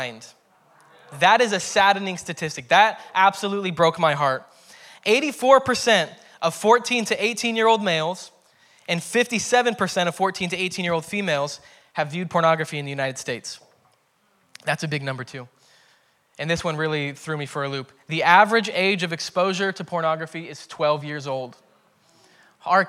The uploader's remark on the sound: preached at Hermiston Assembly on July 25, 2021.